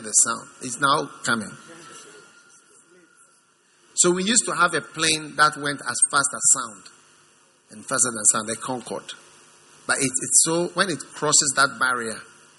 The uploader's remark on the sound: Preached at the First Love Center, Accra.